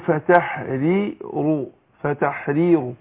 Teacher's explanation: انا برقق الراء الاولانية واخد بالك عشان مكسورة والراء الاخيرة في كلمة فتحرير مضمومة فالمكسورة ترقق والمضمومة تفخم اقول فتحريرو فتحريرو ومن قتل مؤمنا خطأ